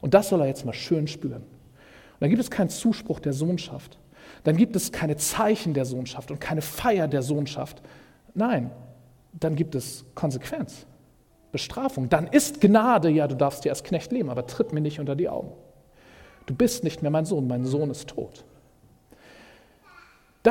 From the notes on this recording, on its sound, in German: Predigt im Rahmen des GreifBar+ Gottesdienstes